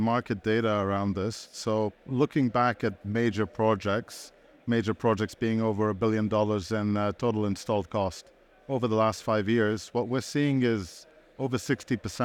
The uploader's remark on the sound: Recorded live at ADIPEC 2023